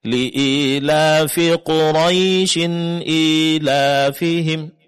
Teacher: Di sini huruf ya sukunnya tidak dipanjangkan. · Term: huruf lin